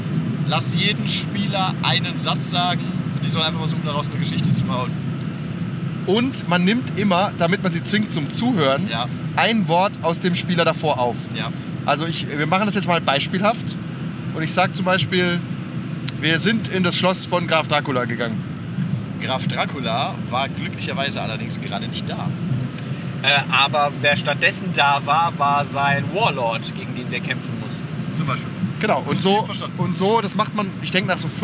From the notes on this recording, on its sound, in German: Die Audioqualität leidet etwas darunter, da wir im Auto auf dem Hin- und Rückweg aufgenommen haben.